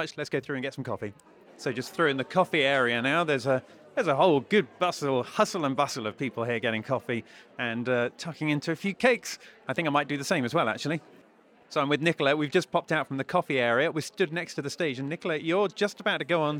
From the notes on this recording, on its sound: Coming to you live from the AMCIS Admissions Conference in central London on a rather chilly Thursday. Stood outside the Holiday Inn Bloomsbury.